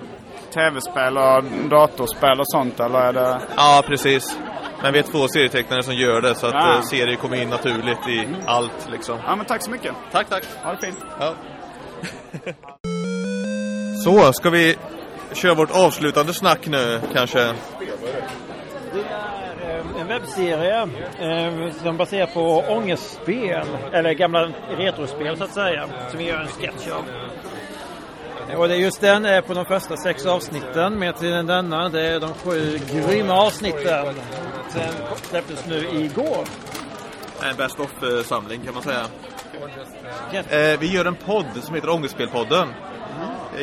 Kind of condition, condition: setting, busy venue